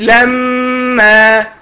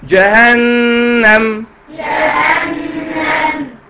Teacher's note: صوت رخيم يخرج من الخيشوم بمقدار حركتين · Term: الغنة